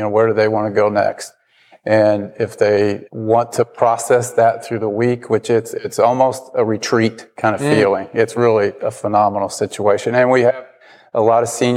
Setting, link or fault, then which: setting, busy venue